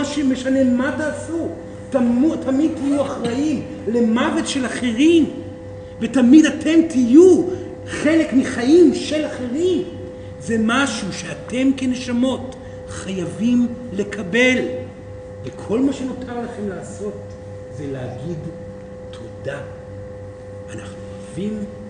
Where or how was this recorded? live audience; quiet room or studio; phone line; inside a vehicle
live audience